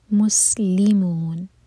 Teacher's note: مسلمون سین پر سیٹی والی آواز